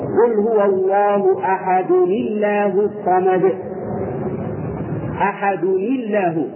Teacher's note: إذا وصلنا الآيتين تصبح الأولى إيه؟ لامها مغلظة والثانية لامها مرققة